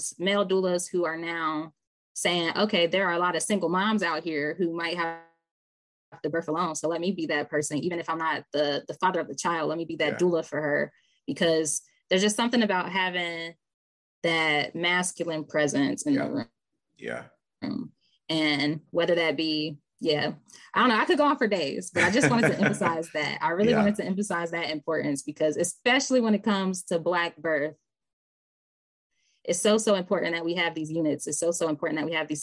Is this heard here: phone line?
no